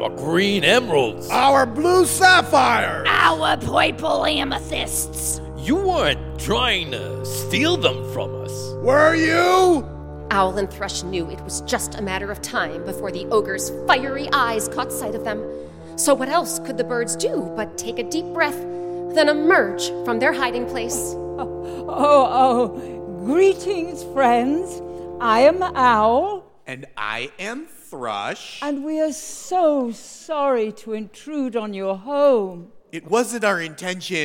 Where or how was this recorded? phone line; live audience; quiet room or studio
live audience